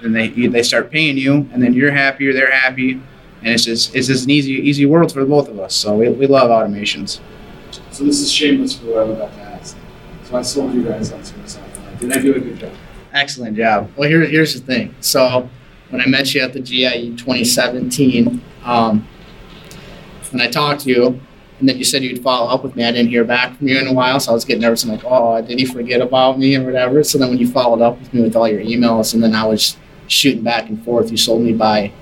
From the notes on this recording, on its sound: recorded at SA5 last fall